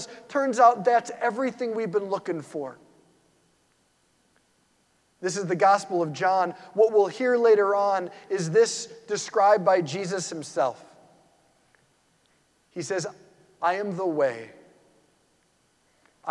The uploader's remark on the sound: Preached this homily on March 12, 2023 at St Basil the Great Catholic Church in Brecksville, OH.